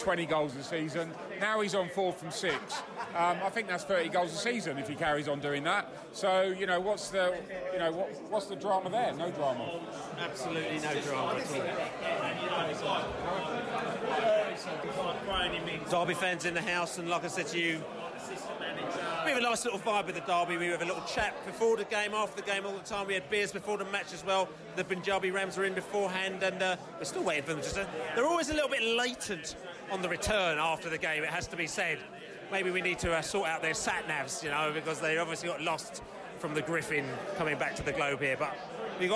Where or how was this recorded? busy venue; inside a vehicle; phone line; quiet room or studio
busy venue